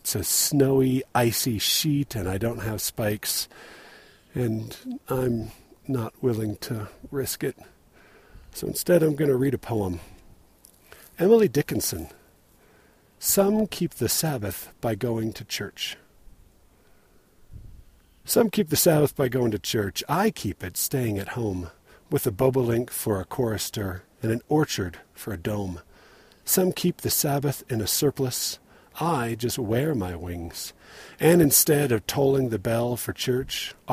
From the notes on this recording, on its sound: Recorded on a trail from the Squaw Peak Lookout, I was at an elevation of about 7200, just over 2000 feet above my house.